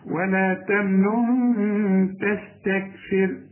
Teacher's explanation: ولا تمن تستكثر، هنا في نون، اثنين نون، نون مضمومة والنون الثانية بدون تشكيل. النون الثانية هنخفي بقى ونغن علشان التاء من حروف الإخفاء